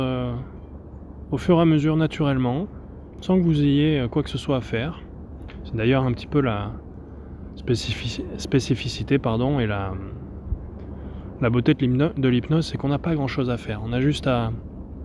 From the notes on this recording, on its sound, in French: Séance d'hypnose de 28minutes enregistrée en pleine nature sur une plage isolée.